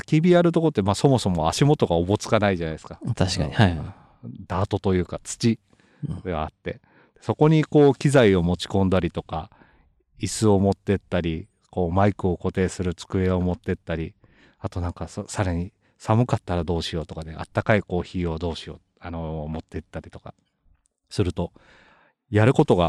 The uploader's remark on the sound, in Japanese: 今回は屋外収録 神奈川県の城山湖の畔からお届けします。今回は屋外収録 神奈川県の城山湖の畔からお届けします。